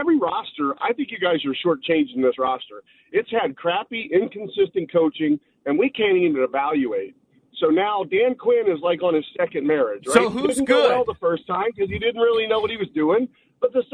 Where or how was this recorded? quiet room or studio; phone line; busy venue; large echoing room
phone line